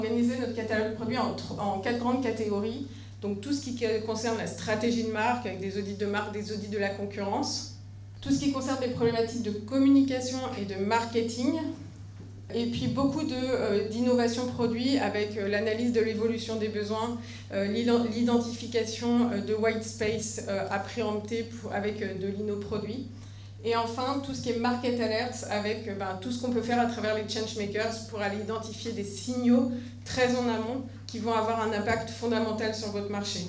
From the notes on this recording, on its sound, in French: Cette conférence, animée par 2 pionniers français du Social Listening et de la Social Intelligence a été enregistrée à l’occasion du Printemps des Etudes 2023, le salon du Research, de la data et des insights.